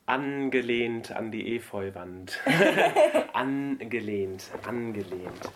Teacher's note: It's a stressed syllable. And the g, it won't be that n with the tail on the side. It'll be a phonetic n followed by a g.